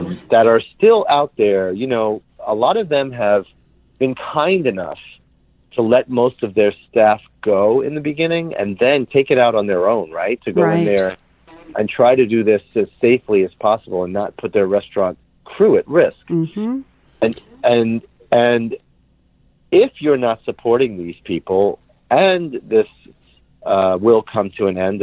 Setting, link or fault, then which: link, phone line